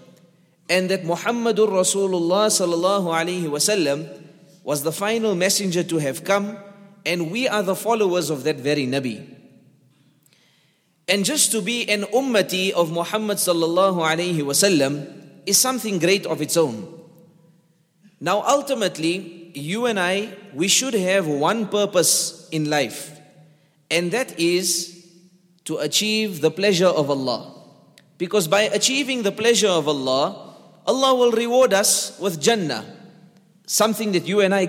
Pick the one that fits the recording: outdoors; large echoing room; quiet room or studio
large echoing room